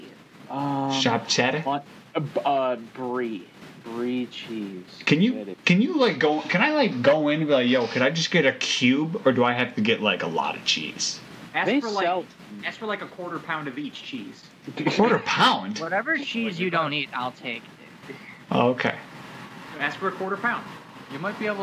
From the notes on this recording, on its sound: WARNING! Major Audio Issues. We would like to apologize for the terrible audio. We have no idea what happened.